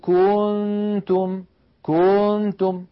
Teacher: كنتم هذه المطة الزائدة ولدت من ضمة الكاف واوا، أي زادت حرفا، زادت حرفا في التلاوة، وهذا خطأ شنيع. · Term: التمطيط